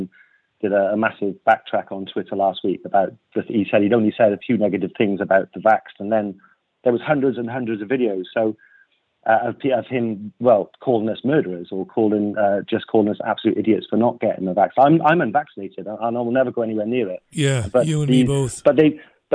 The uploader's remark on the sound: It's the phone-in! Fields calls from some seriously well informed and opinionated listeners.